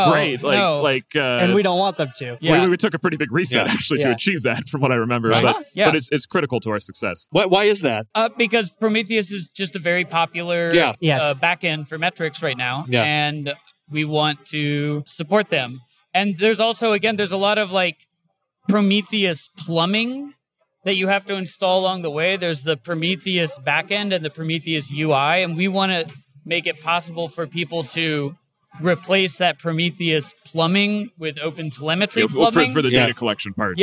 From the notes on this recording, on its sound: Recorded on the show floor of KubeCon + CloudNativeCon Europe 2022 in Valencia, Spain.